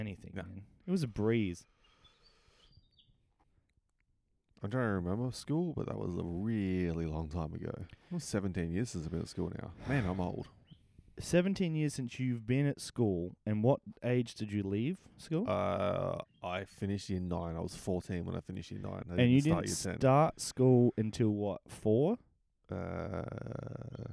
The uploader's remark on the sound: a couple of mics and the midnight air